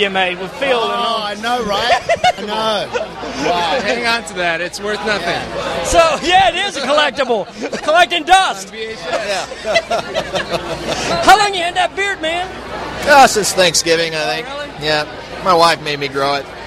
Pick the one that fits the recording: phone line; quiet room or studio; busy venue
busy venue